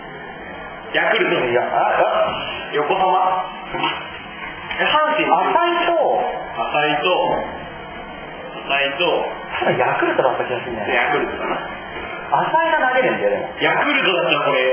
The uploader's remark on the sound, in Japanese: 今回は学校のトイレでの出張版Rookieです。今回は、なんと学校での収録です！！ICレコーダーを購入した。収録場所などの関係もありノイズが入ってますが、大目に見てやってください。